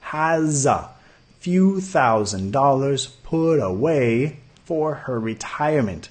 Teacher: Para ahorrar dinero para gastar más tarde. She has a, sonido Z al final de has, vinculando con la A